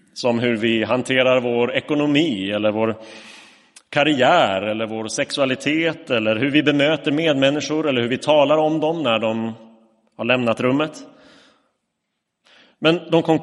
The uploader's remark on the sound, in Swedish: Inspelad i Roseniuskyrkan den 4 december 2022